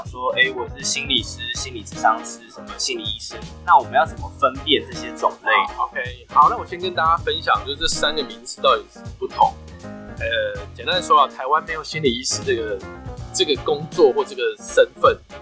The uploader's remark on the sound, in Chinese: 本集音檔為 2019 年錄製，錄製時收錄較多環境雜音，已降噪處理加上背景音樂